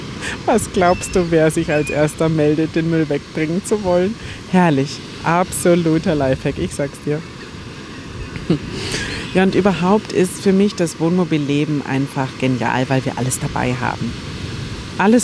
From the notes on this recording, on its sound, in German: Live vom Strand auf deine Ohren. Mach dich auf Wellenrauschen während der Episode gefasst…